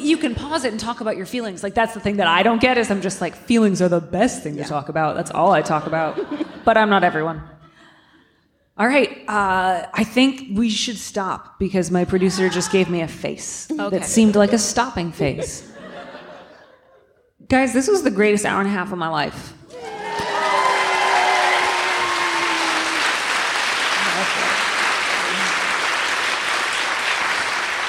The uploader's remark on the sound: Our first live show! Onstage at the Brava Theater in San Francisco. Answer questions from the crowd.